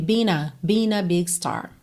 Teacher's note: Being a, ele juntou pelo N